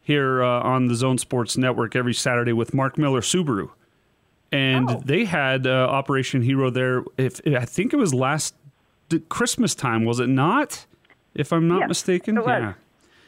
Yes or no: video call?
no